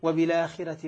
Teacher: نقل حركة الهمزة إلى الساكن قبلها وإسقاط الهمزة. وبالآخرة مثلا عند ورش. · Term: النقل